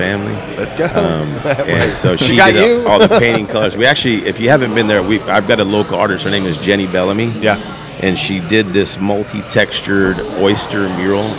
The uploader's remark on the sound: On location at his sports bar.